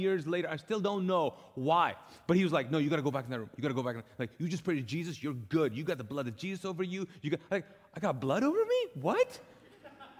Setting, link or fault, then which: setting, large echoing room